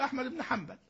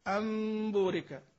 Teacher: قلب النون إلى الميم حتى يسهل أكثر، حتى يسهل إيه أكثر.